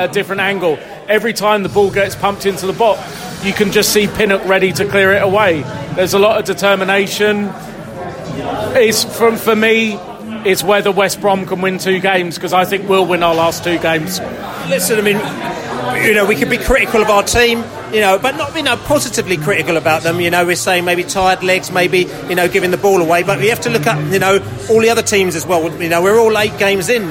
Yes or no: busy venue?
yes